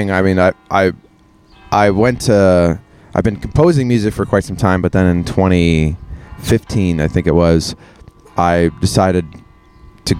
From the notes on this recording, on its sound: Episode eleven was recorded on my deck June 26th, 2022.